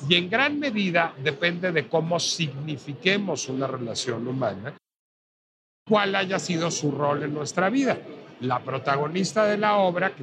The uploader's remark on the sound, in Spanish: La Pinche Complejidad se trasladó a la Feria Internacional del Libro de Guadalajara, y desde ahí transmitimos completamente en vivo.